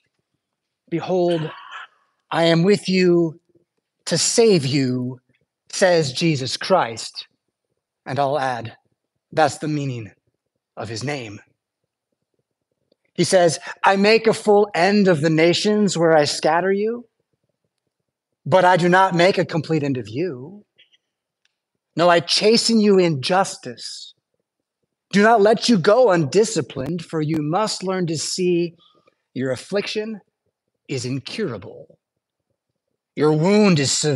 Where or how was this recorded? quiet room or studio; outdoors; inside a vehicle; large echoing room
large echoing room